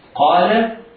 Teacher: القاف مفخمة في الدرجة الأولى من مراتب تفخيمها لأنها مفتوحة وبعدها ألف